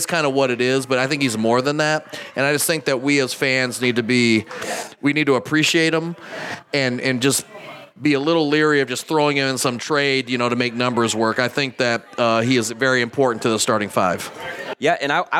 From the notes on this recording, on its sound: Live at Tuttles Eat Bowl Play in Hopkins